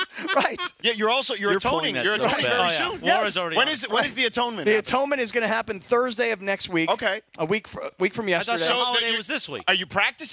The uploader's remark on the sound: Live from Black Gold Golf Club. Live from the ESPN LA Golf Classic at Black Gold Golf Club in Yorba Linda.